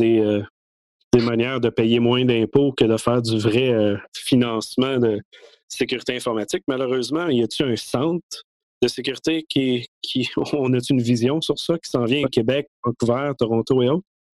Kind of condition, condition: link, video call